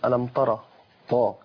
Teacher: يعني في ناس مثلا ممكن يقرأوا مثلا ألم ترى طاء، يبدي التاء بطاء بسبب إيه؟ بسبب الراء المفخمة، فيفخم التاء فتصل إلى الطاء